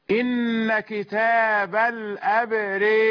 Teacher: راء مرققة لأنها بعد ألف ممالة